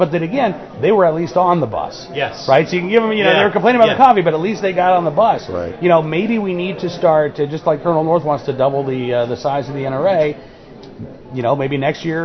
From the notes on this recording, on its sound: live from SafeCon